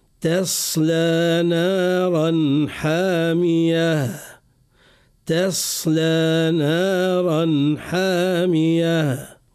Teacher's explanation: أول حرف يجب أن نتقن تصويت به هو التاء، لأنه بعده حرف الصاد. حرف الصاد قوي مفخم، تفخيم ناشئ عن صفتي الاستعلاء والإطباق